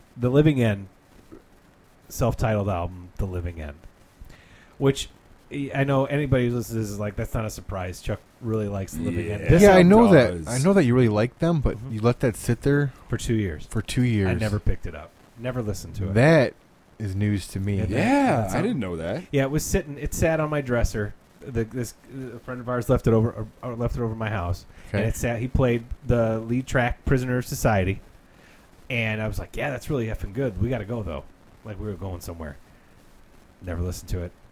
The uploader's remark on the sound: Sorry about the slight static in the background, nobody is perfect all the time.